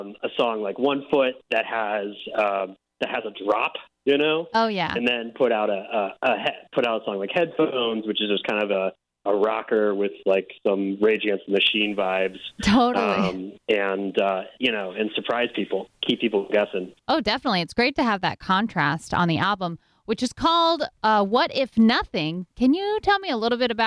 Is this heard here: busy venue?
no